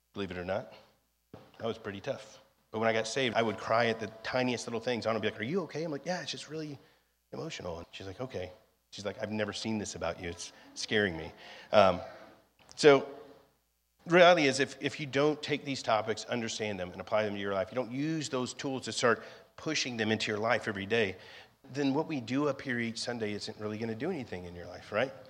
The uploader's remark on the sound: was recorded on Sunday, May 28th, 2023, during our 11AM service at The Anchor Church in Rockport, Maine.